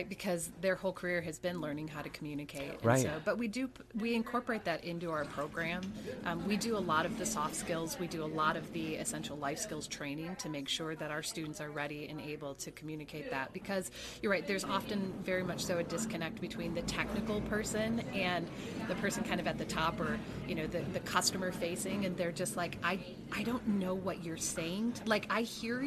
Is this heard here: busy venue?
yes